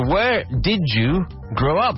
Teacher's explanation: We can say D plus U is Jew.